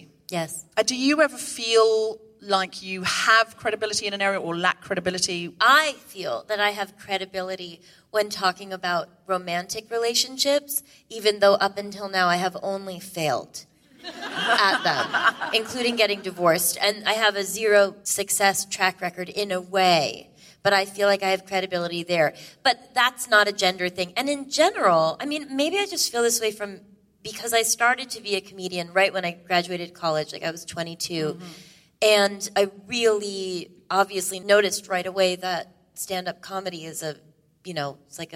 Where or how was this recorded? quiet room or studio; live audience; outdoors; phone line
live audience